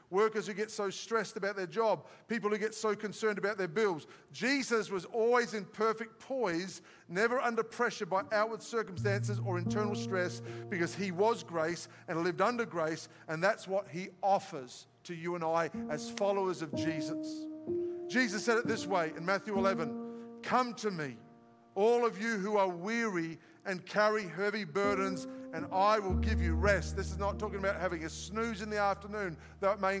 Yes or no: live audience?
yes